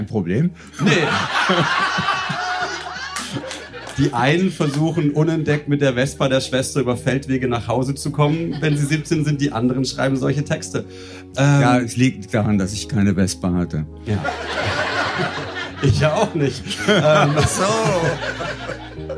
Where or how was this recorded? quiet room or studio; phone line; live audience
live audience